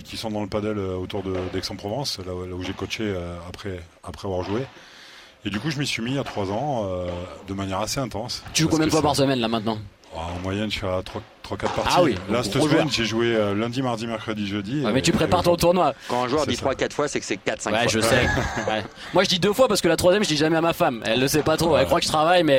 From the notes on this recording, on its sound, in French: Viva Padel en direct du Human Padel Open à Toulouse.